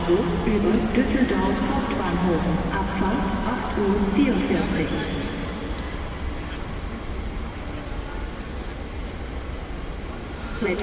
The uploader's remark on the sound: Recorded on Cologne Central Station. Cologne Central Station | Train station sounds for relaxation, sleep or concentration on studying. Enjoy the relaxing sound of trains, people and station announcements! Recorded on Cologne Central Station.